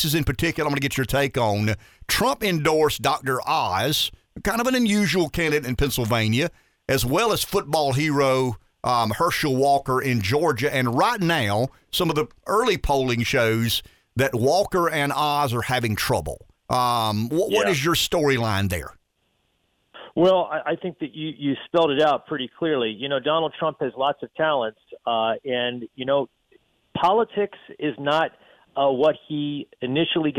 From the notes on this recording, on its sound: calls in from Washington